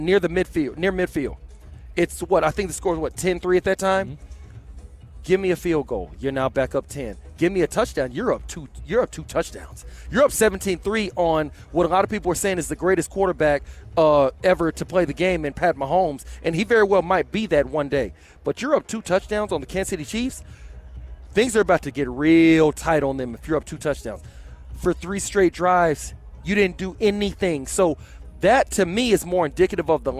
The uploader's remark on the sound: LIVE FROM STADIUM SWIM